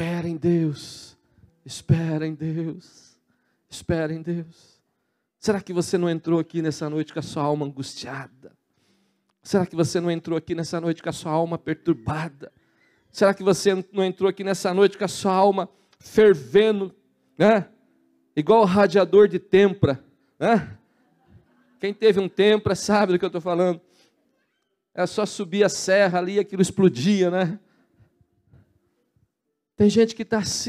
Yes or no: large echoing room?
yes